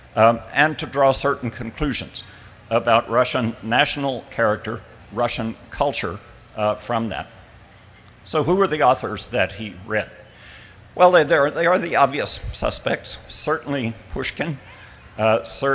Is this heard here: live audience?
yes